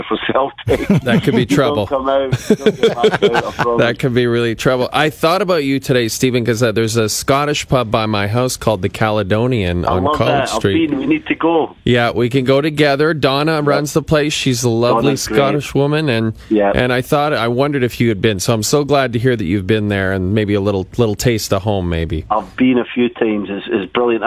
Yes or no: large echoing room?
no